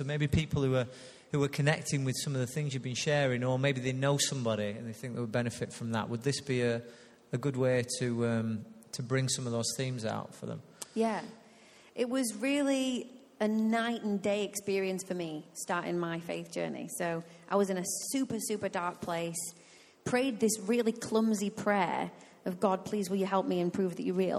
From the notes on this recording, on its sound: Recorded live at Life Church Lancashire